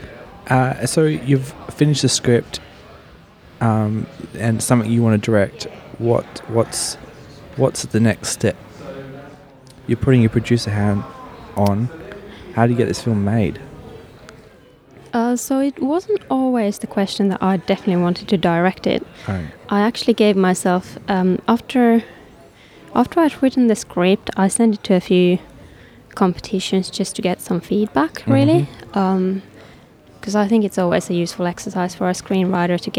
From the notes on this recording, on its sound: On a recent film adventure to Melbourne I managed to squeeze in a couple of podcasts. In the foyer of the Forum Theatre during the Melbourne International Film Festival.